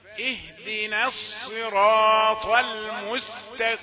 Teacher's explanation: اهدنا نون مرققة لا تفخم بأي حال، فالصاد أثرت عليها بتفخيمها فجاءت نون مفخمة.